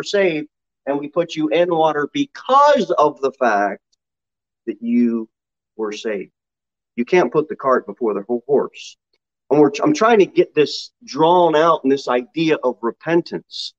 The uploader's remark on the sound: Sermon delivered at Pilgrim Baptist Church on Sunday, January 23, 2022, at 11:15 am.